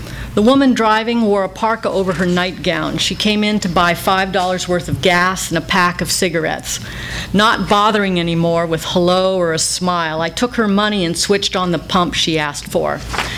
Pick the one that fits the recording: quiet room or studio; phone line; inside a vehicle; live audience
live audience